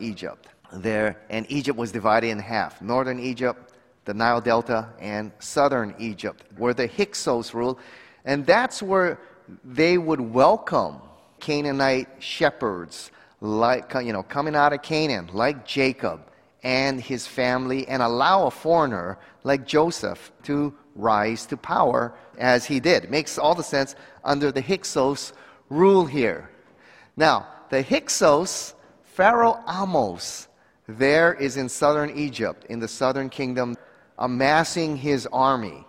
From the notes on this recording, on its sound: At a recent conference hosted by the Waialae Baptist Church in Honolulu, Hawaii. 2021 Waterhouse Lecture Series.